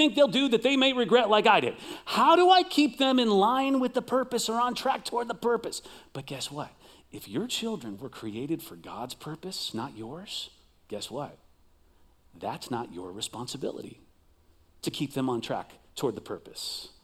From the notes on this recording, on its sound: Recorded live at CrossWinds Church